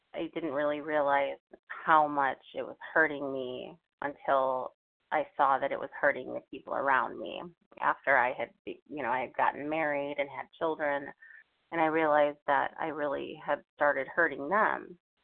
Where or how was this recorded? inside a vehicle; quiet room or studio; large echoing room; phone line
phone line